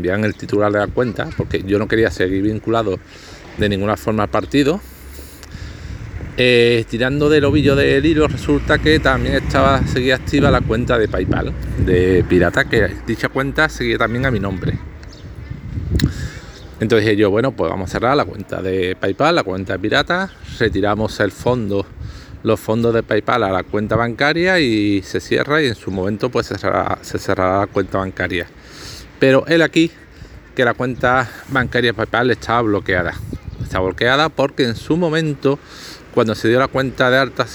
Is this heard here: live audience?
no